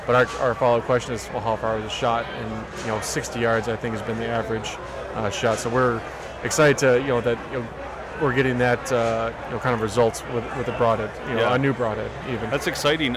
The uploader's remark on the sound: at the booth LIVE from the Woods N Water Outdoor Weekend.